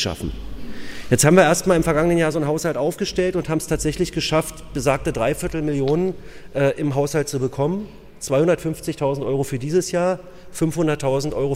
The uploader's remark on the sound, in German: Das Kick-Off-Panel auf der diesjährigen re:publica‘18.